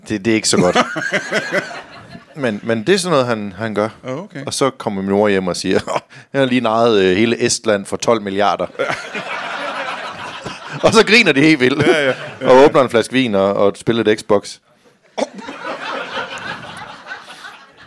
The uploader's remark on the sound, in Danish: LIVE fra 27b i Kolding. Optaget live på fremragende 27B i Kolding.